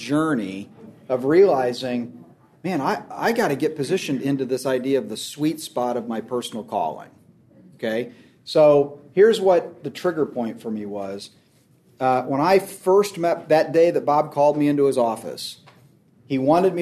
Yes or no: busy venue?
yes